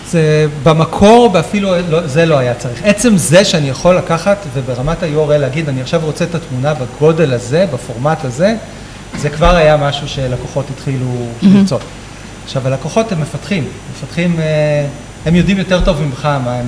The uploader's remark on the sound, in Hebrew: פרק לייב בשיתוף קלאודינרי. הפרק הזה הוקלט בפאב המחלבה בבית לחם הגלילית. לכבוד פתיחת הסייט החדש של קלאודינרי ברמת ישי.